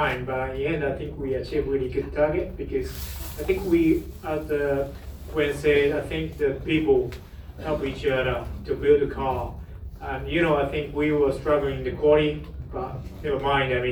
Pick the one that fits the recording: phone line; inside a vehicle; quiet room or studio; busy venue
busy venue